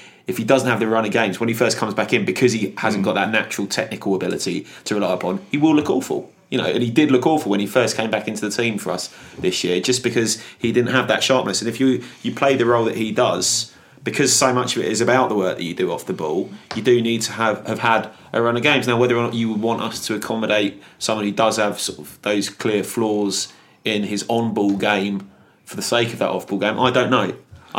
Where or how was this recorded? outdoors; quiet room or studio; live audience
quiet room or studio